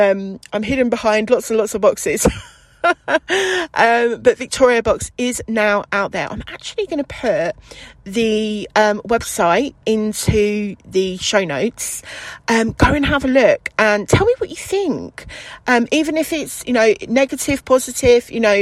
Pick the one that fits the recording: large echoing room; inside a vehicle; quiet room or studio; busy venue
inside a vehicle